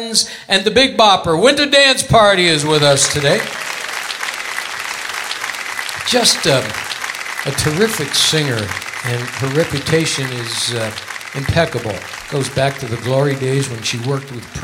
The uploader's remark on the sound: Live at the South Point Casino 04-21-2017